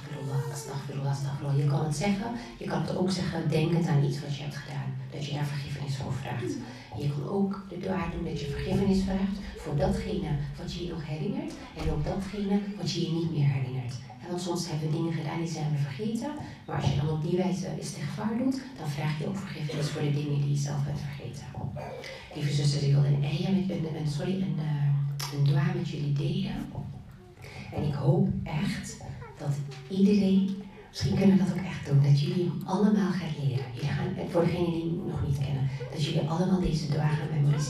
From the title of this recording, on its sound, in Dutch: Live lezing